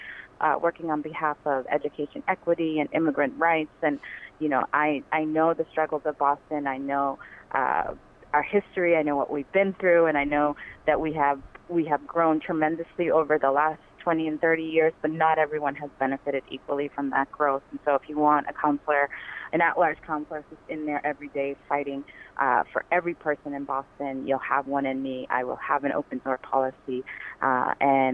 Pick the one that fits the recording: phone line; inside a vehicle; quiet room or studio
phone line